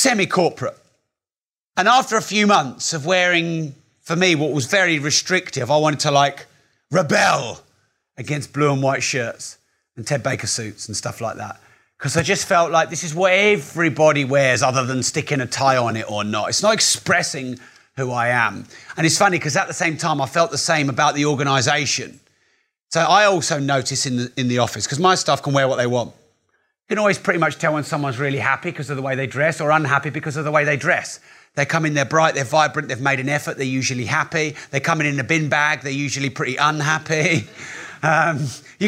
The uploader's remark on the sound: Live Course Recording